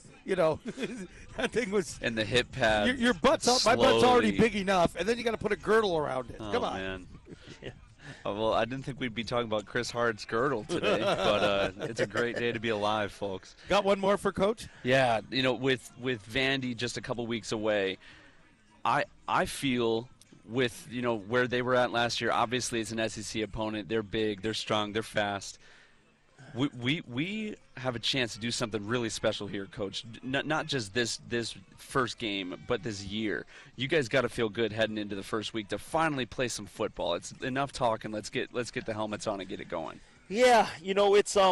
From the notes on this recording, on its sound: ESPN Honolulu. Live on location at the UH Football Fall practice.